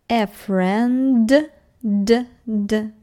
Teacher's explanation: Здесь очень важно, чтобы вы верно произносили a friend, d, d, звонко